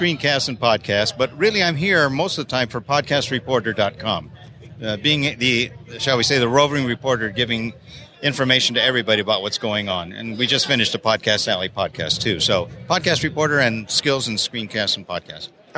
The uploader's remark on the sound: Recorded from New Media Expo 2015